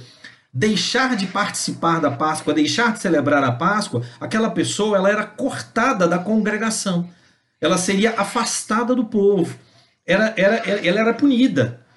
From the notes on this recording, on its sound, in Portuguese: Palavra compartilhada em uma Live no Instagram